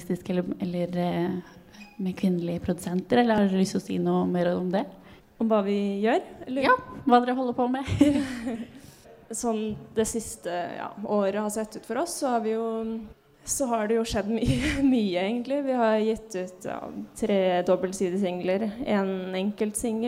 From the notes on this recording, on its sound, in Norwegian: Utesending fra Novafest. Vi er live fra Chateau Neuf i anledning Radio Novas helt egne festival: Novafest! Som seg hør og bør tar vi derfor med oss litt ekstra skurr og sus i denne podcasten.